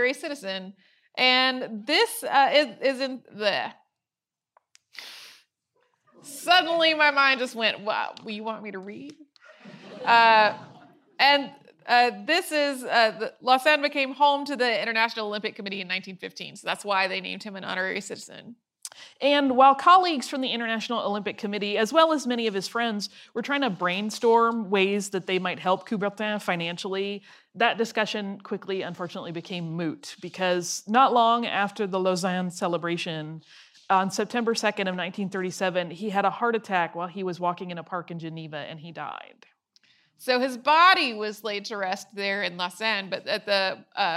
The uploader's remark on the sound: This episode is our 2016 live show from the Dallas Museum of Art about the Olympics.